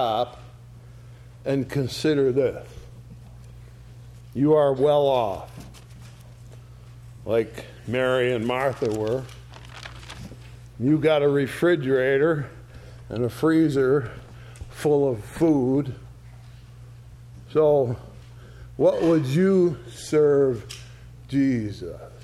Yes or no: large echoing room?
yes